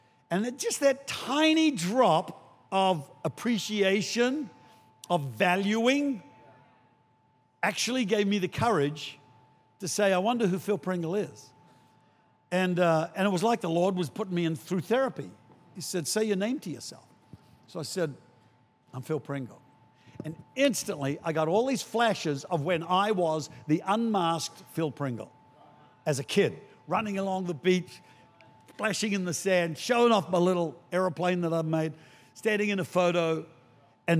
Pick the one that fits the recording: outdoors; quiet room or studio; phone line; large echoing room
large echoing room